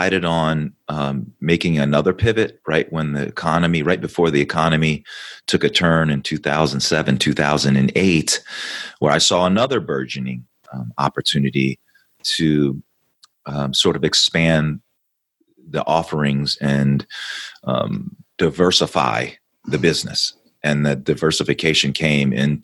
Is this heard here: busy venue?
no